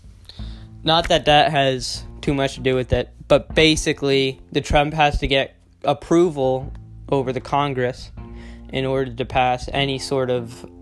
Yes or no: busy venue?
no